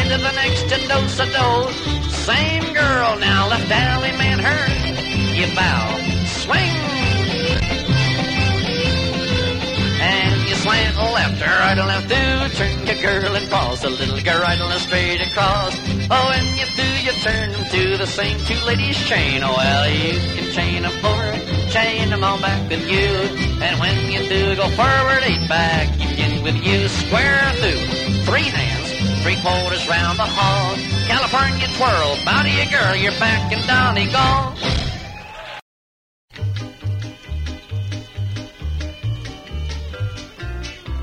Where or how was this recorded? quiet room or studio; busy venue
busy venue